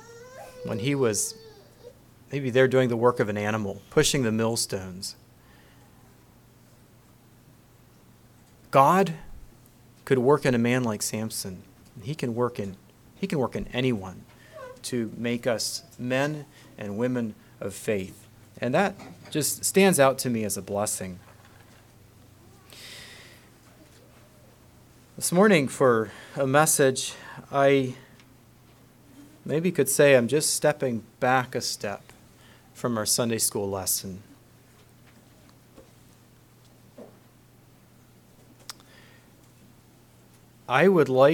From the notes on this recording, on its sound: Message preached at Word Of Hope on August 13, 2023